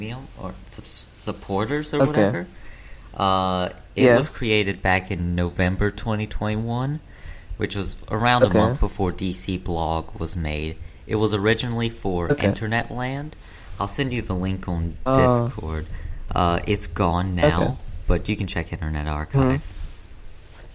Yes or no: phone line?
no